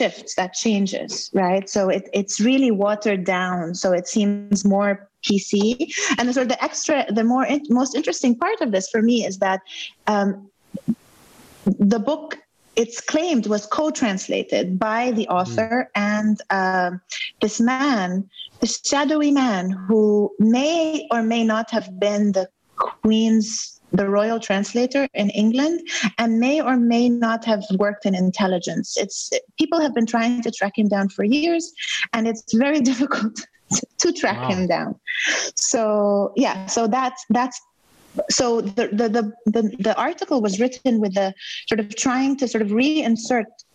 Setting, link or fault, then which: link, video call